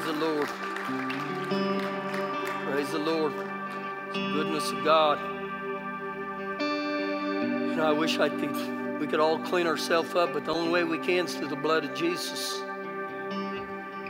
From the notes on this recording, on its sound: Recorded live during our Sunday morning service